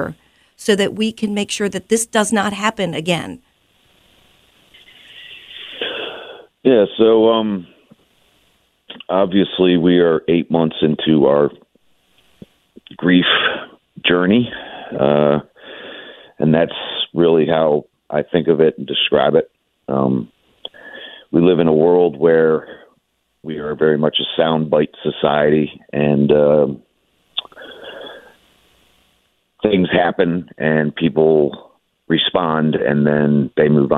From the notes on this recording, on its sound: calls in to the show this Friday morning